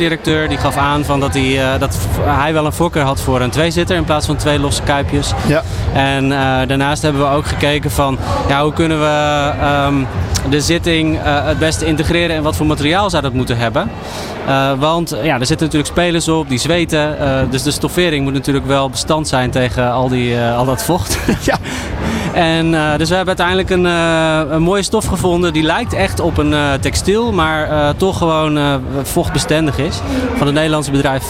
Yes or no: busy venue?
yes